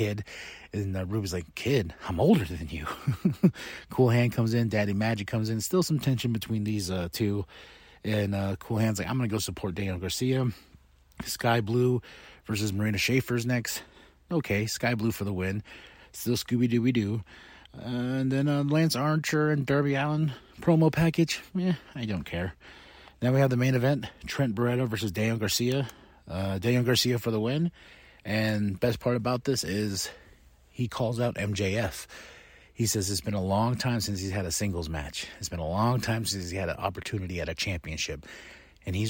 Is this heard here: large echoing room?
no